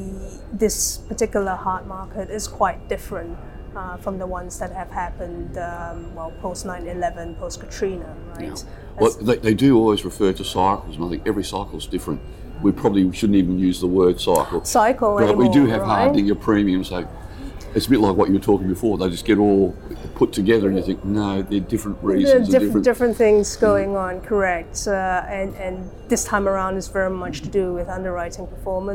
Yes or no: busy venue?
yes